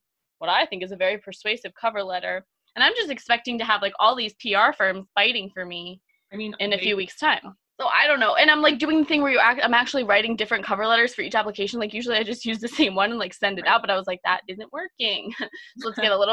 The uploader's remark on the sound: this time from the virtual Zoom studio